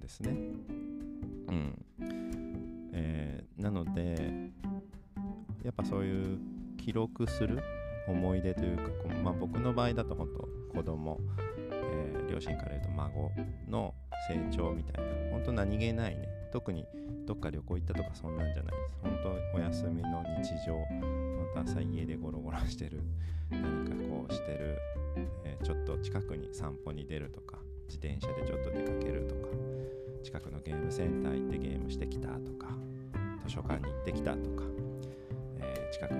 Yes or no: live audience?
no